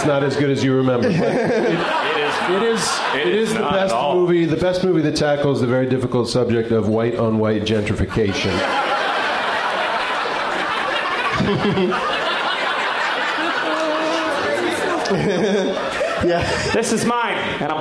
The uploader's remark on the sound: Live from Cap City Comedy Club in Austin